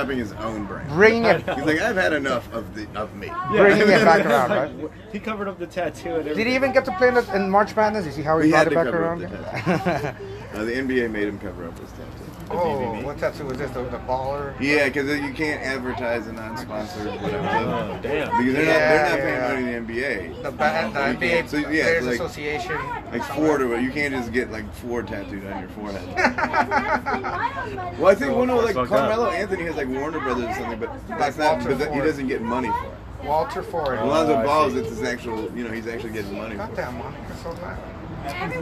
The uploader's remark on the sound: Live from Good Guys Tavern in El Cajon.